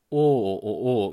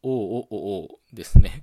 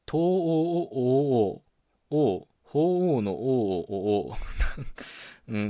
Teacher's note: 声帯のとこの声門っていう器官があって、で、それを、まあ、一応、閉じてたのを開くっていうことで、こういう詰まったような音が出るんですよね · Term: 声門閉鎖音